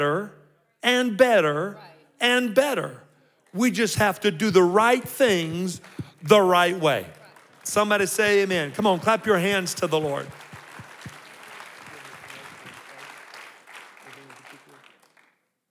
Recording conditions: live audience